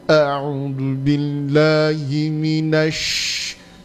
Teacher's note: tafasyinya harus lebih kuat saat dia bertasydid